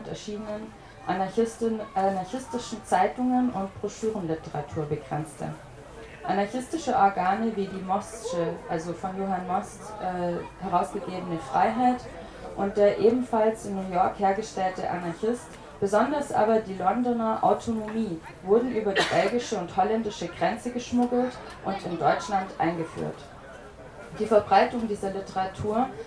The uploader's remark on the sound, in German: Gelesen auf dem Holzrock Festival in Schopfheim.